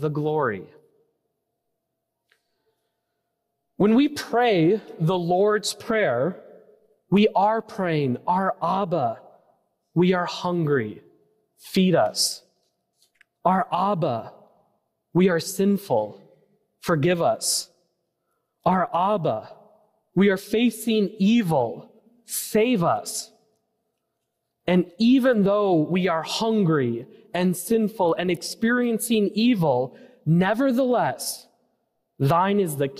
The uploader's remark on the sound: preached at First Presbyterian Church of Allentown, PA on August 27, 2023.